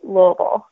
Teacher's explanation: you cut out the middle syllable and you say Louisville